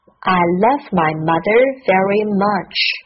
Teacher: 这里的 love, mother, much 里面都有 a 这个音。别忘了发这个音是短而紧。